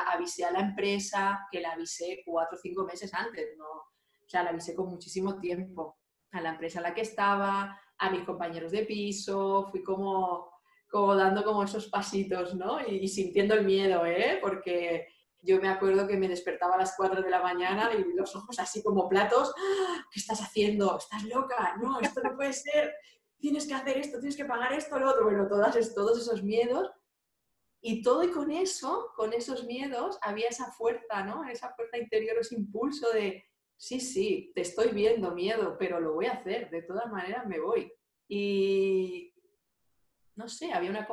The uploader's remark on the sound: Zoom Session